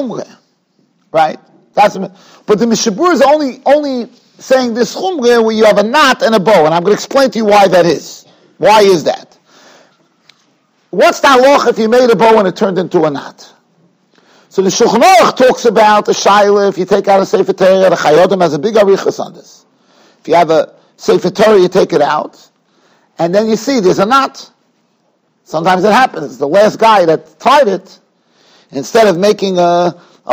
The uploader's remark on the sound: Shiur recorded in Yeshivas Ohr Reuven, Monsey, NY.